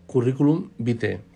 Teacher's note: la pronunciación en la que el diptongo latino AE se pronuncia como E